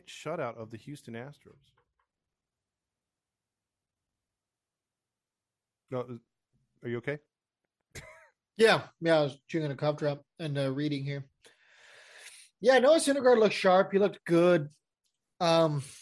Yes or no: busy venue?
no